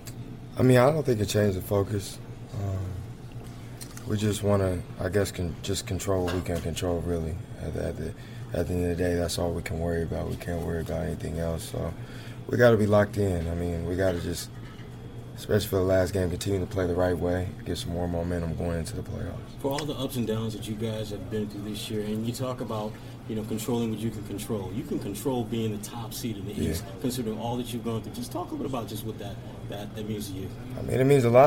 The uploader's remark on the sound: Full Report from TD Garden